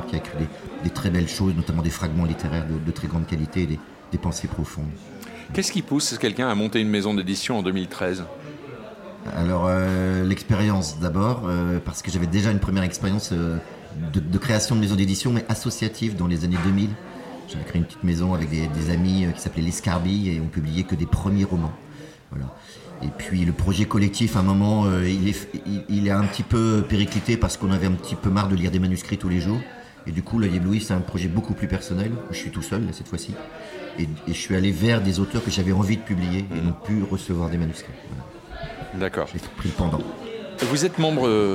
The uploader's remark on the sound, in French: Nous sommes le 18 septembre 2022 et assis à une table du bar le Clémenceau de Jard sur mer. Assis à une table du bar le Clémenceau de Jard sur mer, nous recevons des auteurs et des éditeurs qui participent à Escale Littéraire, le festival proposé par la communauté de commune Vendée Grand littoral.